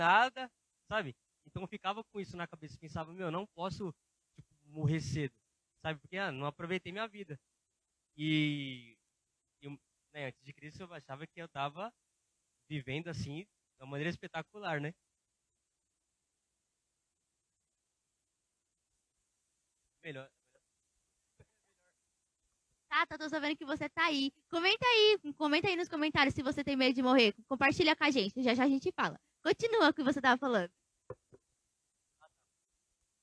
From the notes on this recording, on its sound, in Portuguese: Programa gravado no dia 21/07/2023, na Praça do Campo Limpo, em São Paulo.